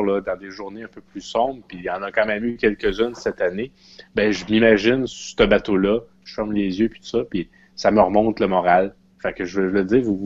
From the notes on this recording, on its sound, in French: Enregistré sur appel vocal Facebook